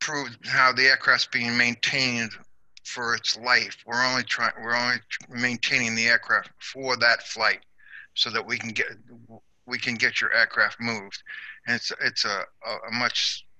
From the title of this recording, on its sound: APTN Zoom Call #11